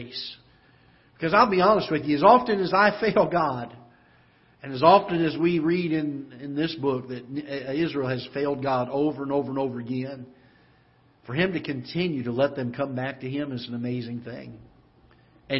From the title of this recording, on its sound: Ketha Heights Baptist Church ~ Live Broadcast